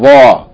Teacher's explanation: The tongue is curved, it's a heavy sound. Va. From the same place as tha, but va.